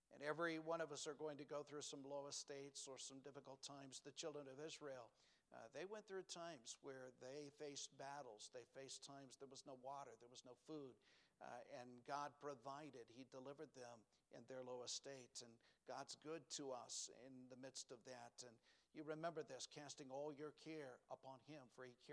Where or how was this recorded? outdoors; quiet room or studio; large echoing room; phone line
large echoing room